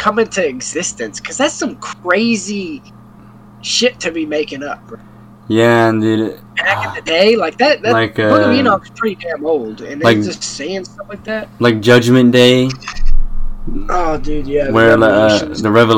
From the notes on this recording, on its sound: Audio quality will get better as we go along still playing with it.